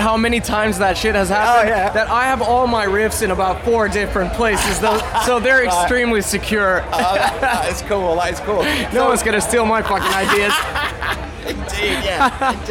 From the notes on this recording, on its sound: Download Festival 2019. At Download Festival.